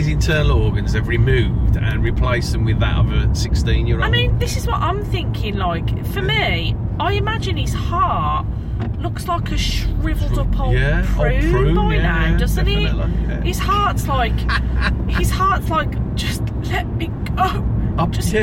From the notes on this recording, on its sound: mini episodes recorded on the journey home